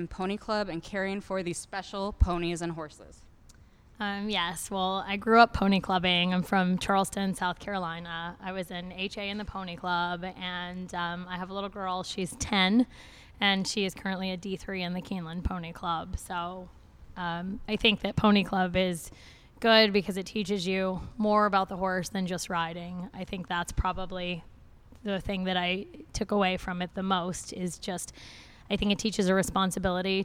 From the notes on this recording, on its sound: live from the United States Pony Club 2017 Festival